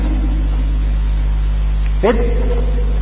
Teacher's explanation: شدة التاء حبس النفس فيها، فت حبس النفس أظل هكذا، فت أظل هكذا، فت.